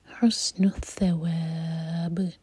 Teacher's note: ثواب تھا کے لیے زبان اوپر والے دانتوں کو ٹچ کرے گی اور تھوڑی سی چپ باہر ہوگی